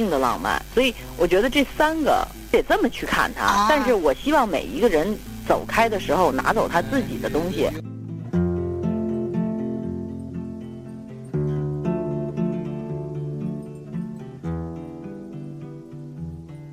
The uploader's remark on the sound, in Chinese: 本期节目因长途电话采访，音质完全碰运气，本期音质不佳